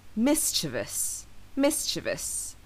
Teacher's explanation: Mischievous, with the stress on the first syllable.